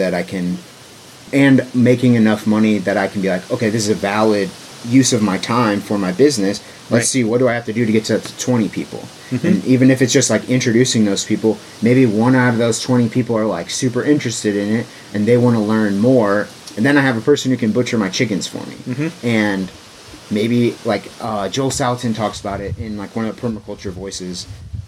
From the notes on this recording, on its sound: there is some wind noise in this episode